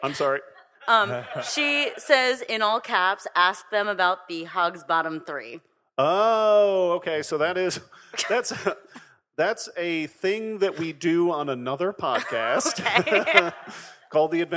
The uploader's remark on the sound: this performance taped at the Now Hear This podcast festival